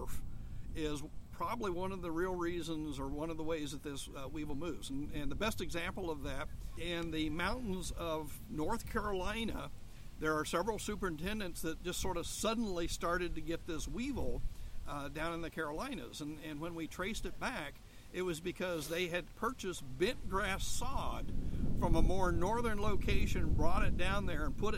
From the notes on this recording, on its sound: Live at the OTF/OSU Turfgrass Research Field Day